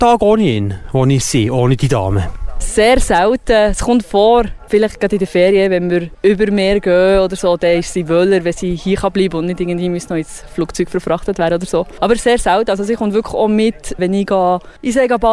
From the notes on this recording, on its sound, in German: Der jährliche Sirenentest fand heute statt, und wir waren live dabei.